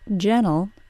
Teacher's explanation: because the T is between an N sound and a syllabic L, the T sound can be omitted.